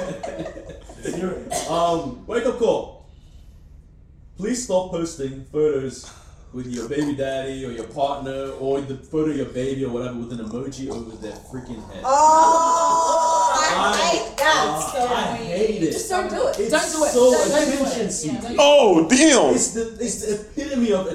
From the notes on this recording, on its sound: We tried all we could to salvage the audio for this week so please do bear with us on this one!